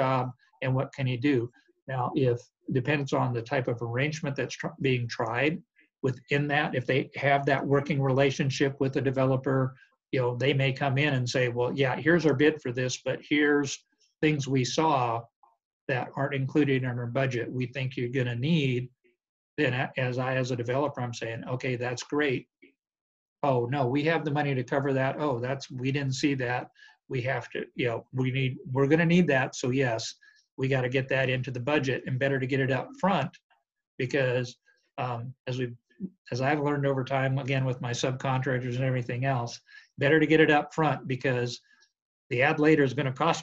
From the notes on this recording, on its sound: This is the zoom interview. From Dallas, TX.